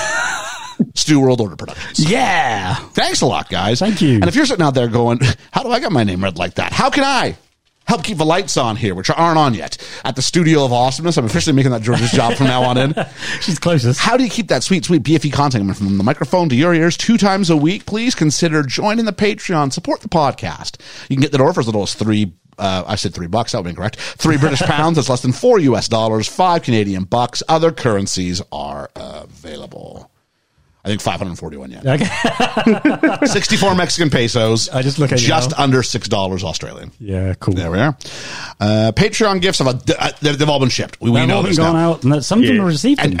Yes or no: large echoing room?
no